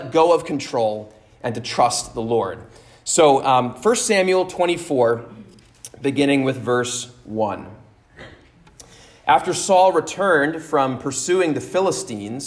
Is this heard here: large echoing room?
yes